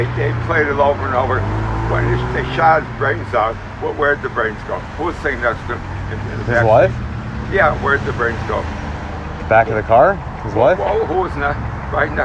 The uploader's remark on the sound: Winter in Chicago. Was waiting for friends outside a dive bar in my neighborhood & struck up convo with this very drunk dude on the street.